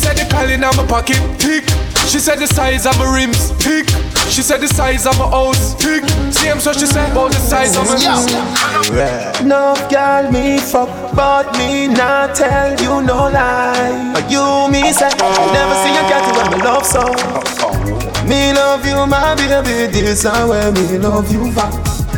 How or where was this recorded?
busy venue